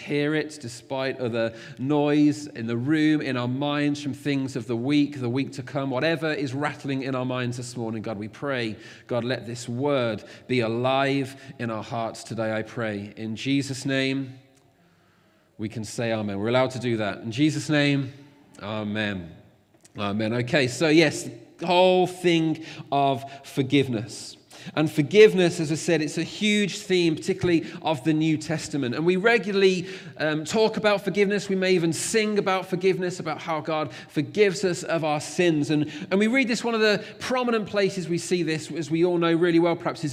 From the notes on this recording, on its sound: Recorded at freedomcentre church, Preston